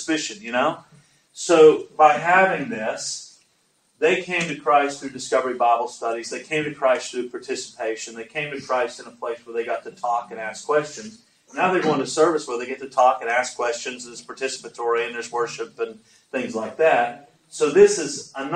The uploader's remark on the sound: At a Community of Practice held in Sydney. Apologies for the audio quality.